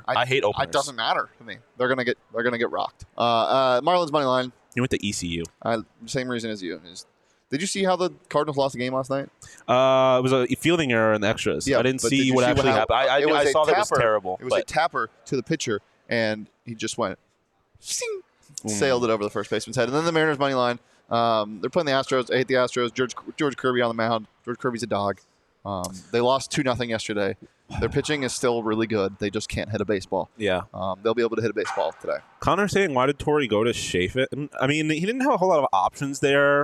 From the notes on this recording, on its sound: LIVE from the Ice Den Scottsdale